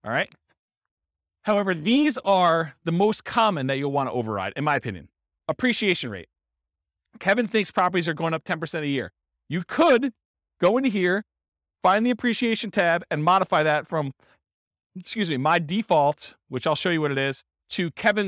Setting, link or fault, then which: setting, live audience